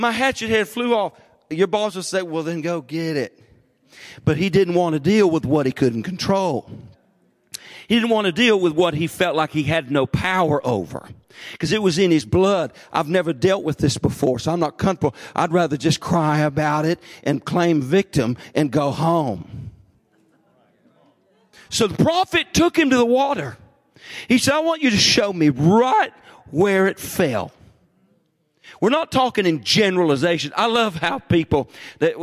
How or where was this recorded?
large echoing room